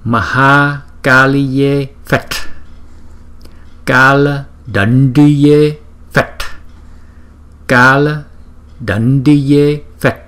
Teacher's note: Chúng ta phải đọc phet, phải nhấn mạnh và cái hơi từ trong cuống họng chúng ta đọc ra